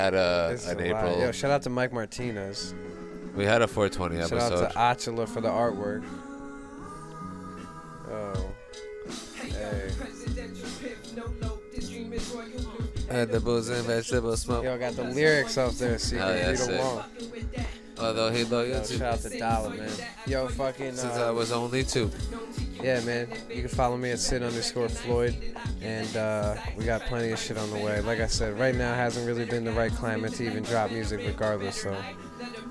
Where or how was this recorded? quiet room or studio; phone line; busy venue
busy venue